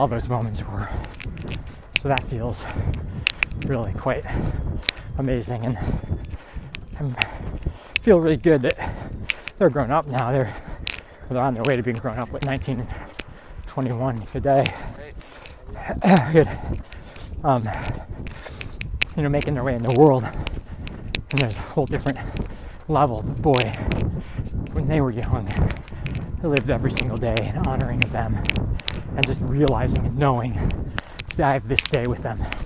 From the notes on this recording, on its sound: Recorded on a hilly 10K training run. I had an absolute blast recording this while on my run.